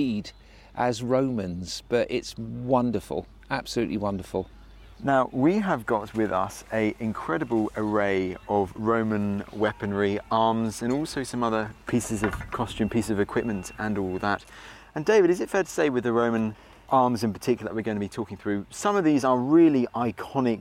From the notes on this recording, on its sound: In the second of our episodes recorded at Chalke Valley History Festival.